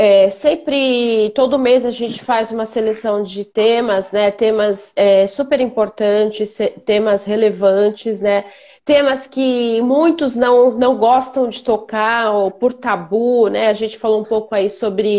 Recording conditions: video call